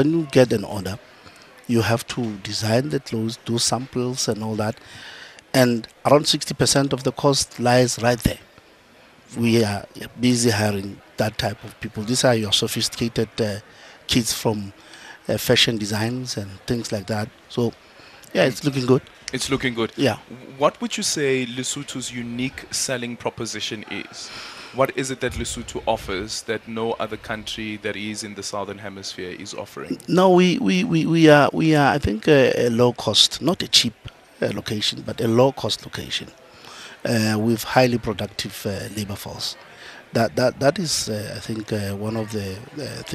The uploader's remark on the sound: We continue with our live coverage of the AGOA Forum.